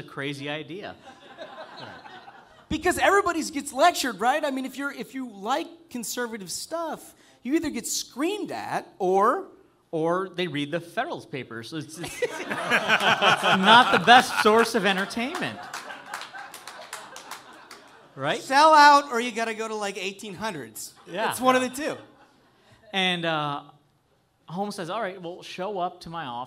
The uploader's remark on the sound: The variety progrum hosts a live show for sold out audience in DC!